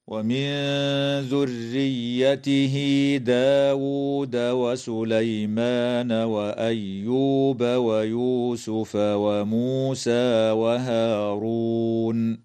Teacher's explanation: إخفاء حقيقي للنون الساكنة عند الذال في قوله تعالى ومن ذريته، وتوصل هاء الضمير بياء لفظية تمد وصلا بمقدار 2 حركات من قبيل مد الصلة الصغرى في قوله تعالى ومن ذريته داود، ويجوز الوقف على كلمة وهارون من قبيل الوقف الحسن، هكذا: